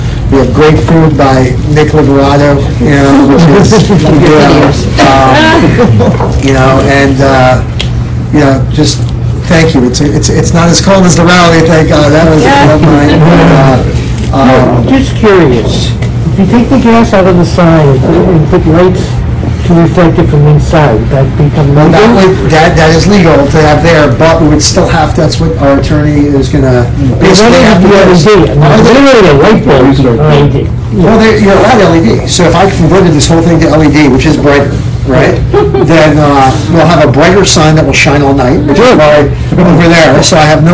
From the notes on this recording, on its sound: met with about 15 people outside the meeting room.